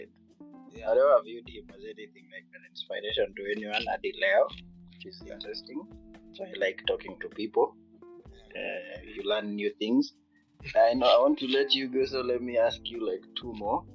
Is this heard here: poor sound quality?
yes